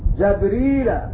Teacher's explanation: قرأ ابن كثير جبريل بفتح الجيم